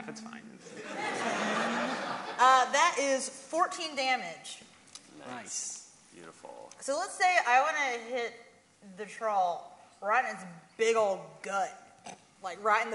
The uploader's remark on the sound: GeeklyCon 2019 Live Show. Here you can listen to the audio version of our live show.